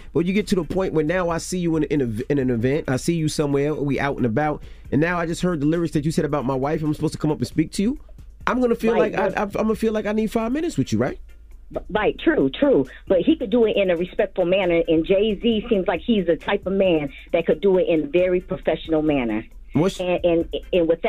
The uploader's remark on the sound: Opened the phone lines. The next topic they had their listeners call up to answer.